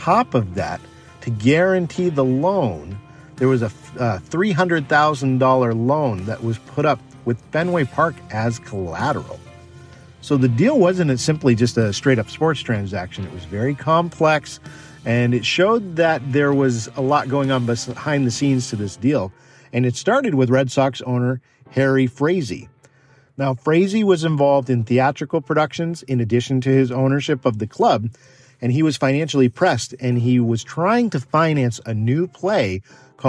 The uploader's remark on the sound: I recorded the episode in a car.